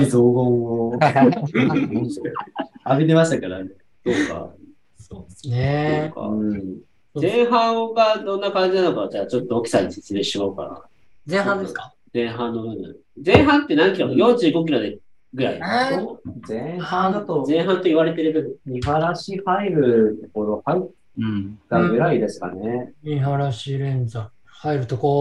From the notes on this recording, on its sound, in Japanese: 広島県、三原市。コースをよく知る二人のゲストと初のリモート収録で深堀しました。収録会場 RunTree。